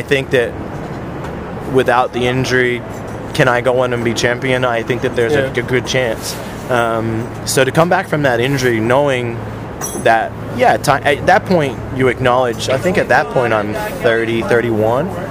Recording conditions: background noise